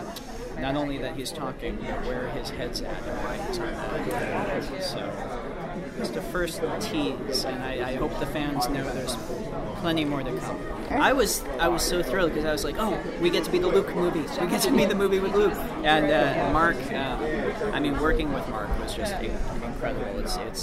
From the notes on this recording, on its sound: LIVE: The Last Jedi Press Row CAST INTERVIEWS at Star Wars at Star Wars Celebration! Apologize for the mic picking up a little breathing, the reporter next to me was slightly ahead of me and VERY close to my mic!